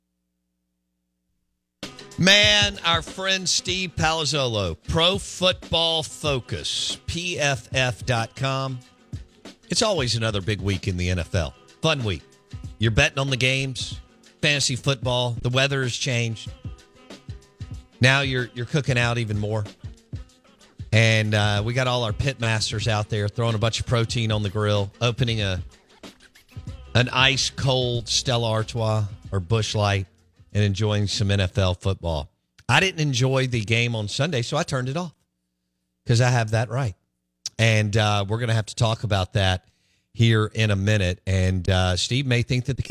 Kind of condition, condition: link, phone line